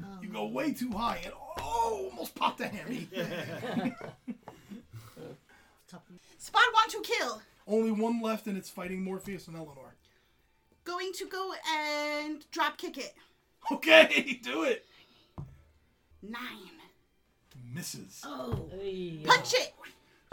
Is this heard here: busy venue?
no